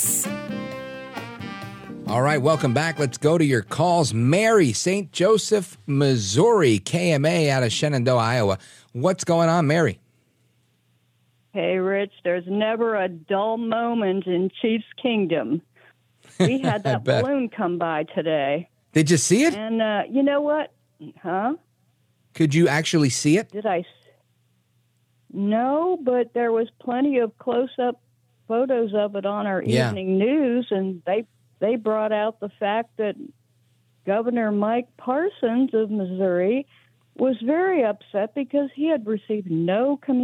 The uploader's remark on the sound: your calls in open phones across America